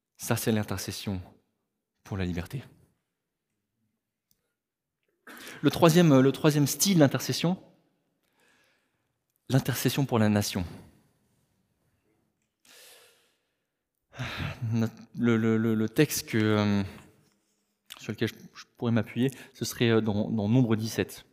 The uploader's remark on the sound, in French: Enregistré à l'église CVV